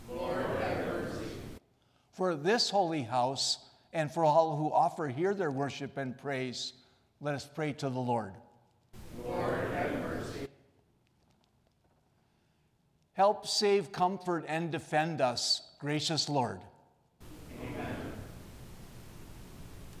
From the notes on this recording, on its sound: recorded on January 8 from Salem Lutheran Church in Owosso, MI